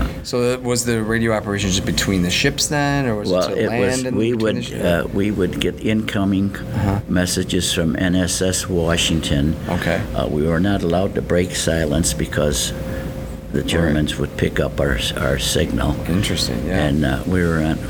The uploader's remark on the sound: Recorded at This Little Pig Restaurant (Williamsville, NY).